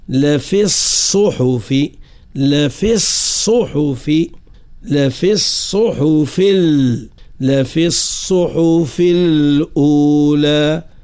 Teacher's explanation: حرف الصاد يجب أن نشدده مع إبراز صفة الصفير فيه